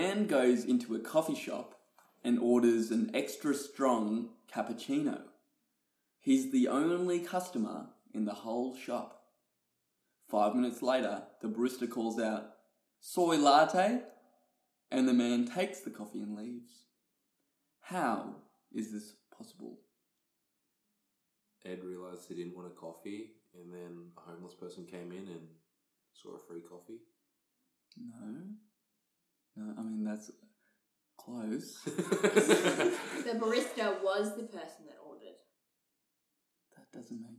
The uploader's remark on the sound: Apologise about the echo, were still testing our setup!